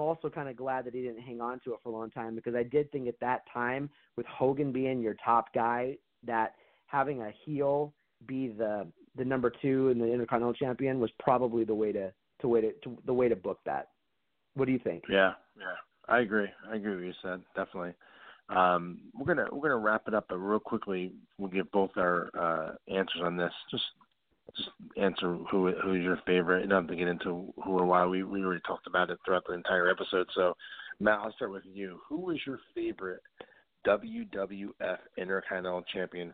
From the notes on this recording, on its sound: we take your calls LIVE on the air!